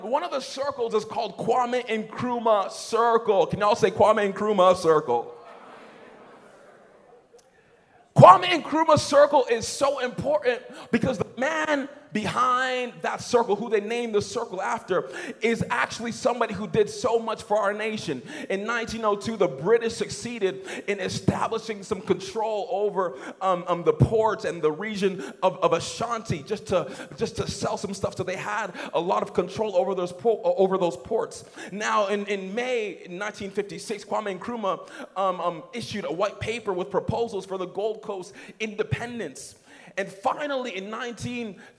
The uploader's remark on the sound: Message preached at Young on Fire Conference (YOF) 2019